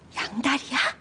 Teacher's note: The ya or ia ending with a raised intonation indicates a casual question.